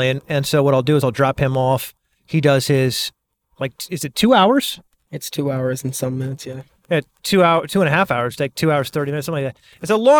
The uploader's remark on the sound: While driving to football practice.